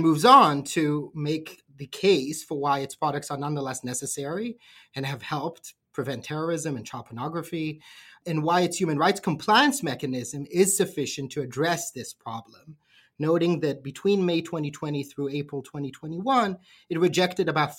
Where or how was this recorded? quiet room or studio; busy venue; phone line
quiet room or studio